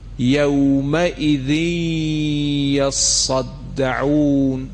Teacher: ادغام نون ساکن و تنوین در دو حرف واو و یا باید صداش از دهان و بینی توامن شنیده بشه